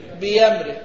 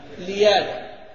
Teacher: خد بالك التسهيل، التسهيل إذا كان على طريق بين بين أتى بين بين، إذا كان يخرج بسبب آخر يعني مثلا بأمره، التسهيل هنا سيكون ها إبدالا. لماذا؟ لأن الهمزة مفتوحة بعد كسر